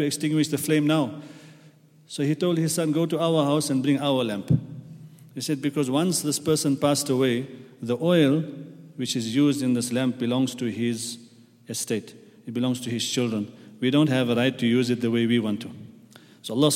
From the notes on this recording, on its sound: at the Houghton Masjid (West Street)